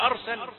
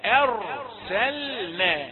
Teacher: راء مفخمة فأخذت معها الهمزة · Shown in: first take · Term: تفخيم الهمزة